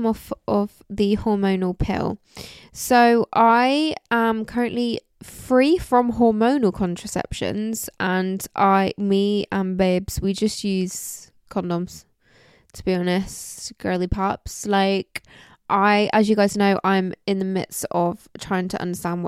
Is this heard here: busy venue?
no